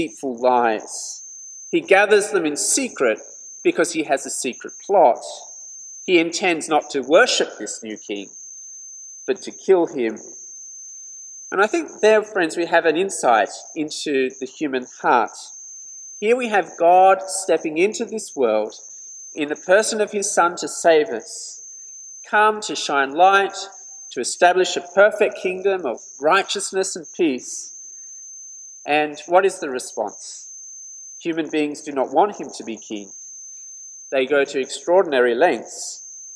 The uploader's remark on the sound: This sermon was preached at St George's Church, Penang on 3rd January 2021.